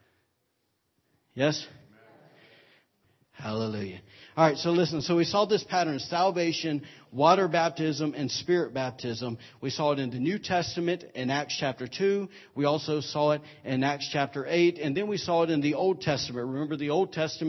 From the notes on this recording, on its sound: recorded on Sunday, February 12, 2017 during Sunday morning service at Celebration Life Family Church